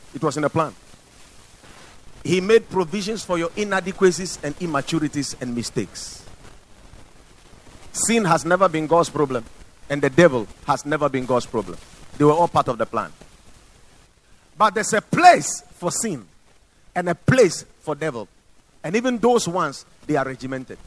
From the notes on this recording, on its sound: Preached at Watered Garden Church